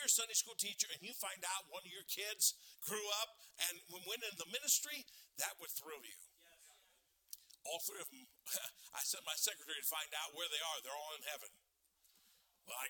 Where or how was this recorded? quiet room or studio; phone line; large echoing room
large echoing room